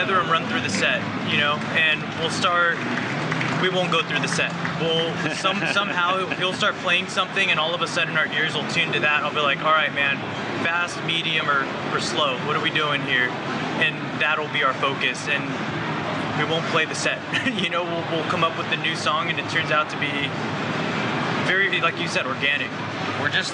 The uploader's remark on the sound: during the Winter 2017 NAMM show in California